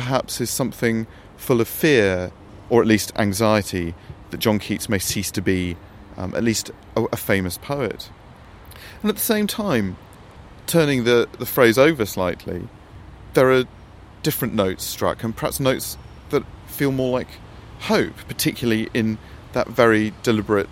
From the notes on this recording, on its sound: Recorded in Rome’s Cimitero Acattolico. Beside the grave of John Keats.